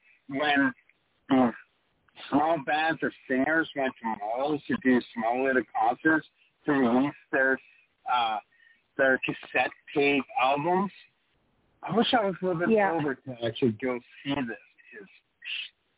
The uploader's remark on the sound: Taking your phone calls and chat quests/comments.